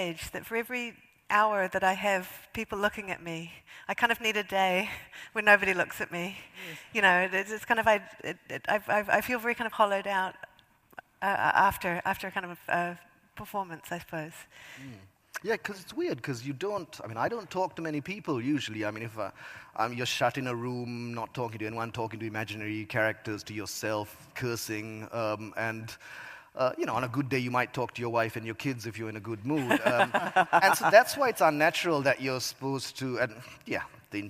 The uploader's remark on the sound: at the 2023 Auckland Writers Festival